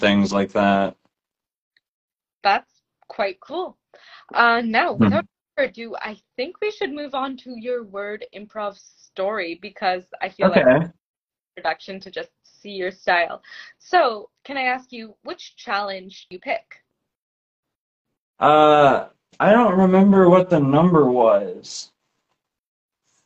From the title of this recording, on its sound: Instagram Live Interview